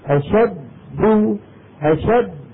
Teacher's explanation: الدال الأولى ساكنة مدغمة خرجت بالتصادم بين طرفي عضو النطق. دو دال متحركة خرجت بالتباعد بين طرفي عضو النطق.